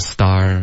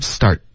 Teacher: Start,结尾要有一个干脆的停顿 · Shown in: second take · ，刚刚你发的是 star,是一个自然停，就变成星星了。OK, start.小喷菇。